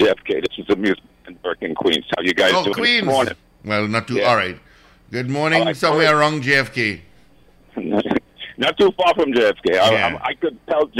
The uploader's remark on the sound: we take more calls from the audience